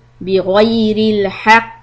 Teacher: You're going to stop on the letter qaf. There's a shadda, so it's going to be very heavy qalqala.